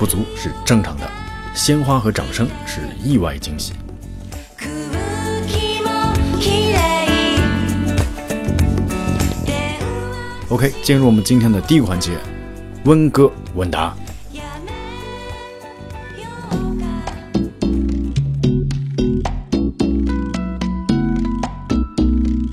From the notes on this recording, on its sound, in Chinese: 日本实地录音